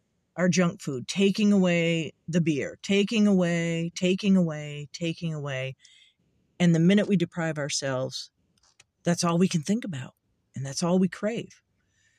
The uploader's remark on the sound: The cat and my podcast in the car.